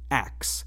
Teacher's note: some people pronounce the word ask as ax, inverting the K and S sounds · Term: metathesis